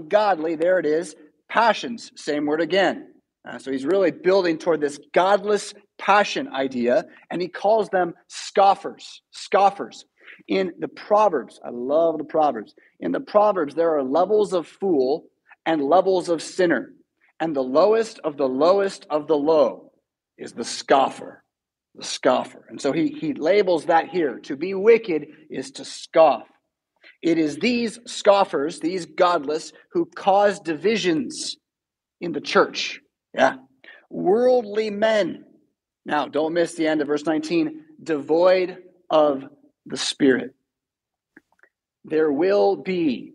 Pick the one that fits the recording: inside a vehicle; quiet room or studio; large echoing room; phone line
large echoing room